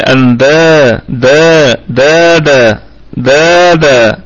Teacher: اندادا الكلمة كلها مرققة، والدال فيها مد طبيعي